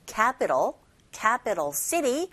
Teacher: 자, 연속적으로 지금 플랩 현상이 이어지고 있고요.